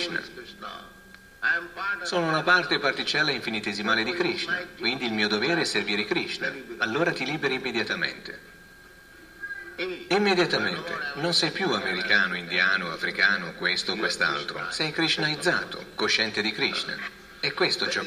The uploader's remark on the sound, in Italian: in diretta dal Tempio di Villa Vrindavana